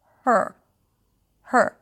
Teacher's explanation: So we begin with an H sound. So release air, it's like you're whispering. · IPA: hɜːɹ